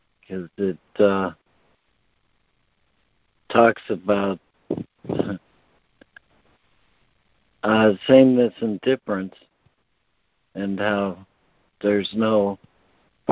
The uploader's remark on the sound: ACIM Daily Conference Call.